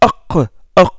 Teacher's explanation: C'est une occlusive, occlusive vélaire, vélaire si vous voulez.